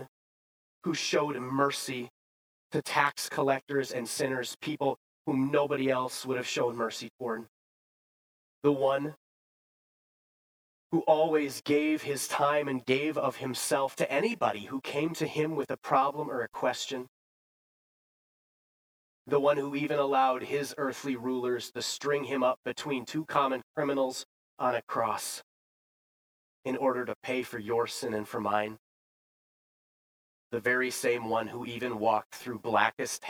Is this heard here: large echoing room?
yes